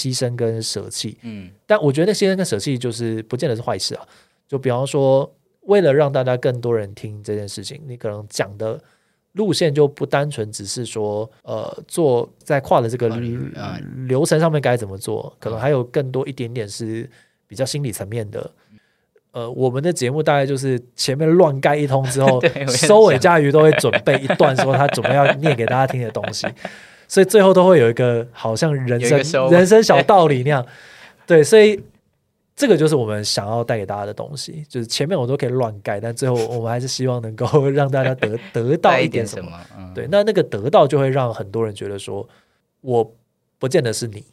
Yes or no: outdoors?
no